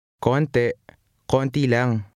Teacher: In the first word in number 4, in addition to the final I relaxing and including a glottal stop, the first two vowels blend into a single sound in conversational pronunciation